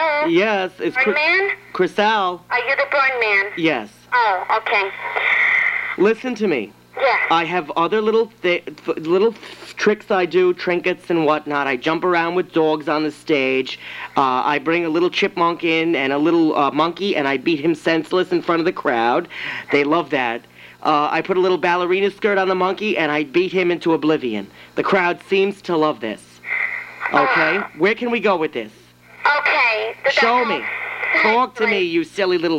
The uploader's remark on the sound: Prank Phone Calls Collection